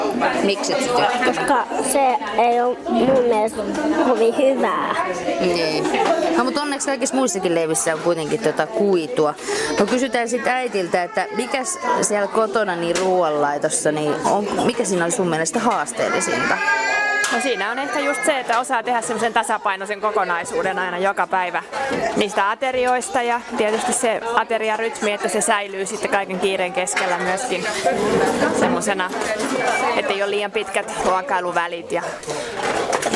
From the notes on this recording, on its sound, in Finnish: tapasi pienten lasten vanhempia Mannerheimin Lastensuojeluliiton Nöykkiön perhekahvilassa